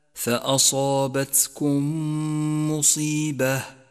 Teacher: جاءت الميم الساكنة وجاءت بعدها ميم متحركة، والواجب هنا أن ندغم الميم الأولى بالميم الثانية فتصيرا ميما واحدة مشددة نقف عليها بغنة زمنها حركتان · Term: الإدغام الشفوي